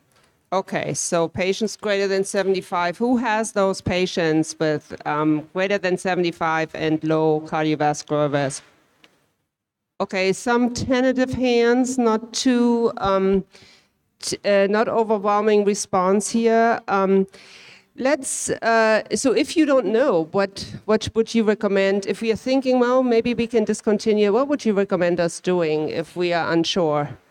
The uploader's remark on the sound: Recorded (in front of a live audience)